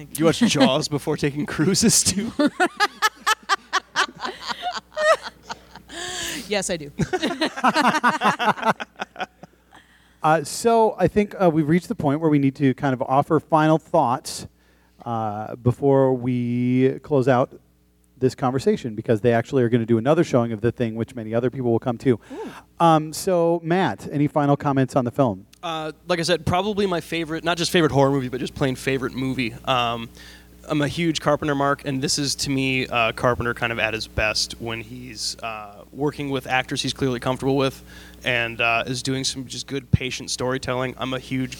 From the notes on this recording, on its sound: Once again, we recorded live at Pepito’s Parkway Theatre in Minneapolis.